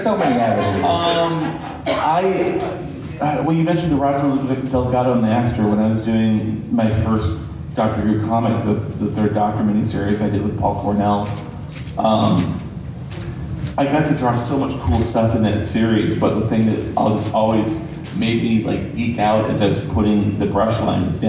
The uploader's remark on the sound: the complete comics panel from CONsole Room 2024